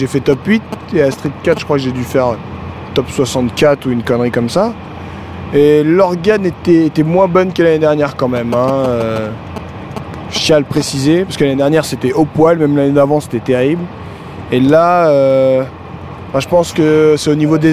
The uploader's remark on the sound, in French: dans le train qui les ramenait de leurs péripéties cannoises